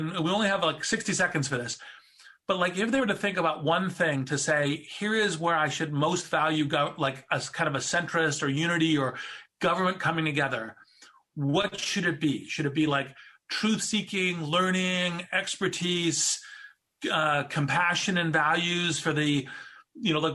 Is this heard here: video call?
yes